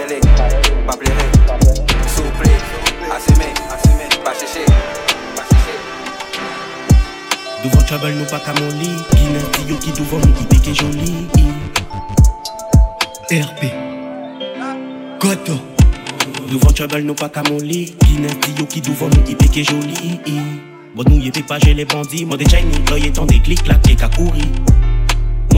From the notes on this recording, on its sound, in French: TWENTY MIX LIVE. Un petit extrait de la Tropical Storm qui a lieu un jeudi sur deux au Twenty One Sound Bar à Paris.